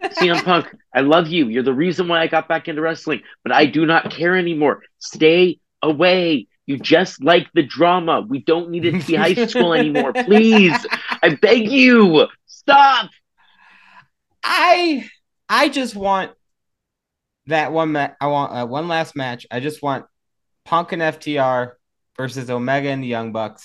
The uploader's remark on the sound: We also discover that Zoom only does the first 40 minutes of a video conversation for free which is why this episode is brief (LOL).